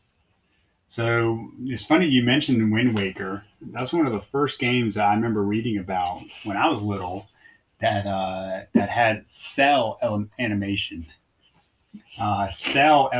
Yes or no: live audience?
no